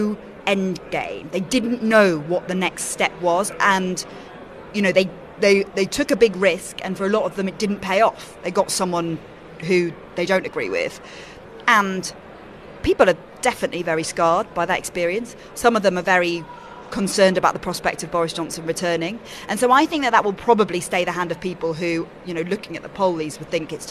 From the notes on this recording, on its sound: Is at the party’s conference in Birmingham.